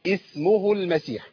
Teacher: اما اجي ابدا بكلمة اسمه هبدأ بكسر الهمزة · Term: همزة الوصل